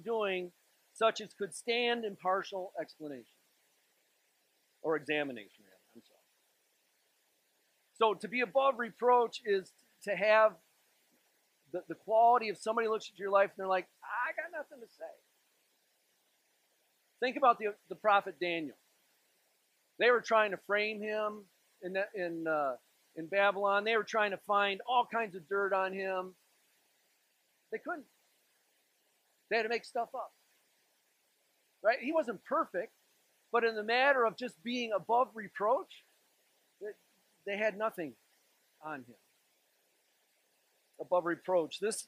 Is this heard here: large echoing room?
yes